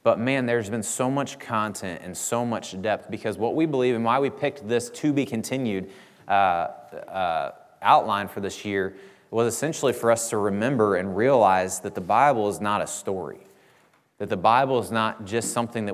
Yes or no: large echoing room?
yes